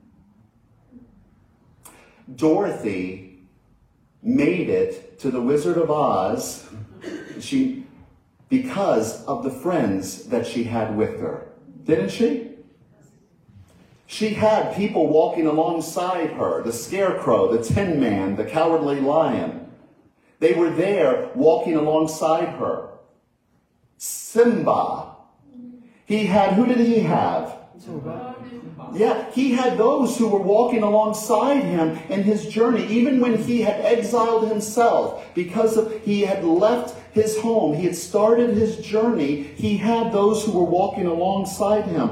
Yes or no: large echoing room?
yes